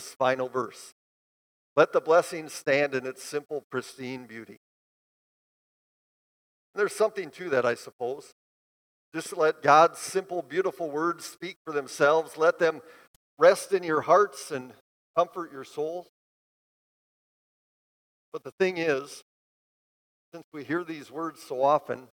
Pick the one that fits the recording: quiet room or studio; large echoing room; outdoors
large echoing room